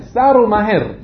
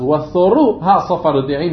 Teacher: אבל כשאתה רוצה להפוך אותו ללשון, להפוך אותו לעתיד, אתה מוסיף לו תוו ואתה מזיז את הטעם למלרע · Shown in: second take